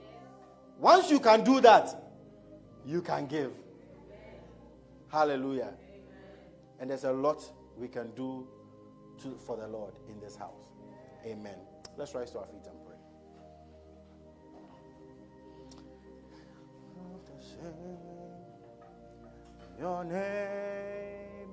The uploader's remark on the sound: A message preached at ICGC Rehoboth Temple - Toronto